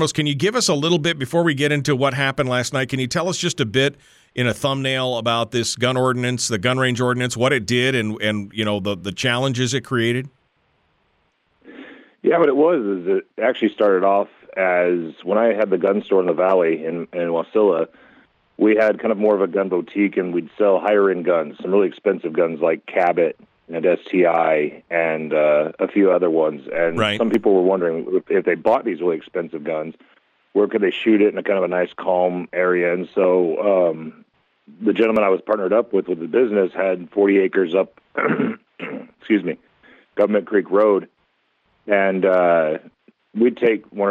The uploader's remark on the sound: open up the phone lines in hour one